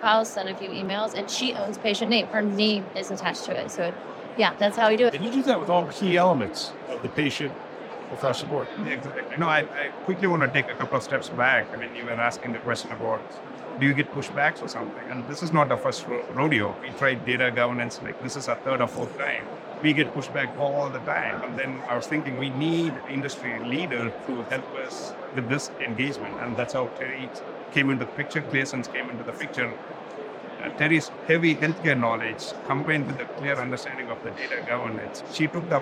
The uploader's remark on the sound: Live from the HIMSS Conference